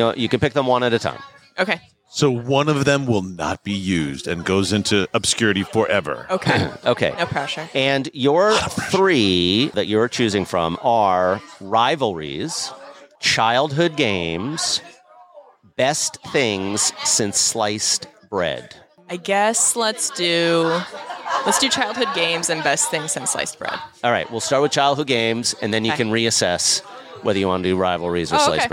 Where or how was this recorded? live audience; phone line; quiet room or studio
live audience